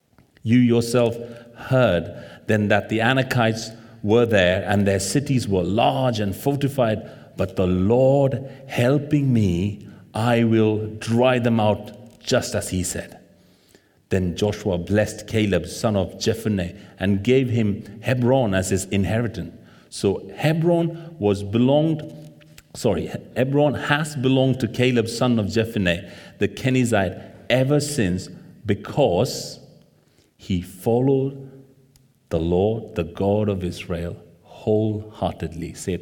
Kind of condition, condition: setting, large echoing room